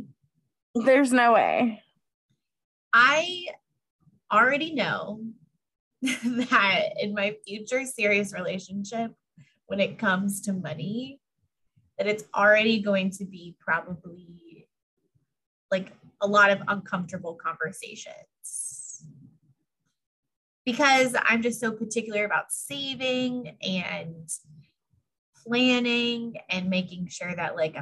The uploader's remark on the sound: do a Zoom call